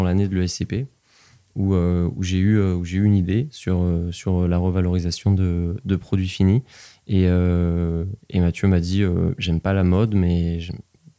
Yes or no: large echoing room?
no